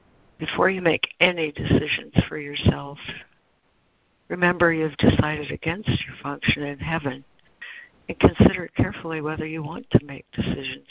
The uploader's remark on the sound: ACIM Daily Conference Call